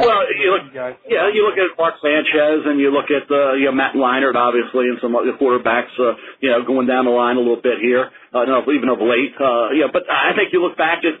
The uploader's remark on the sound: NFL Draft Conference Call